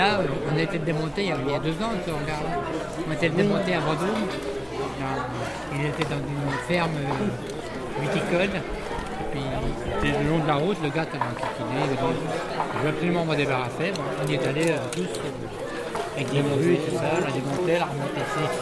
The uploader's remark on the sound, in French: Le Cheptel en fête. Toutes les sons et musiques proviennent des spectacles, et moments enregistrés cette semaine d'Aout 2019.